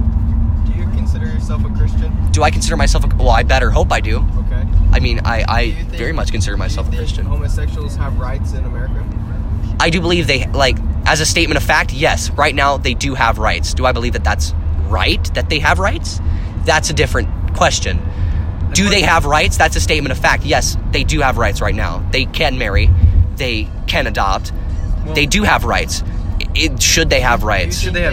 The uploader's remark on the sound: Recorded backseat with the buds.